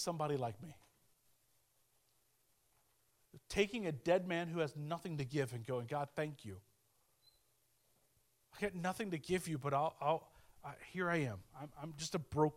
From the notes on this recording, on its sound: speaking at Soma Community Church in Jefferson City, MO on 14 May 2023